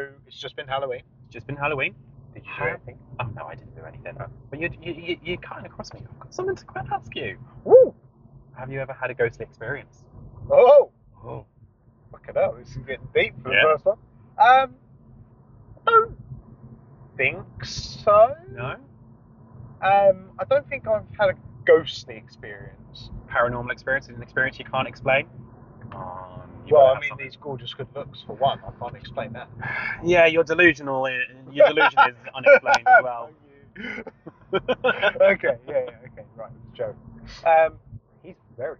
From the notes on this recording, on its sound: Random conversations while driving.